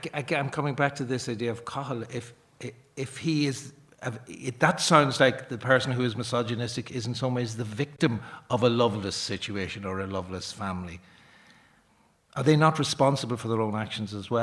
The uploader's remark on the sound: Arena Special. Live from the Pavilion Theatre Dun Laoghaire.